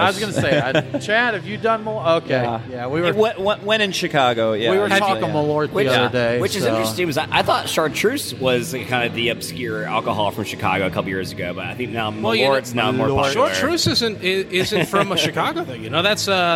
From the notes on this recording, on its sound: Live from Terrapin Brewery. We hung out with the crew at Terrapin Brewery Atlanta for the Live at the Battery beer fest.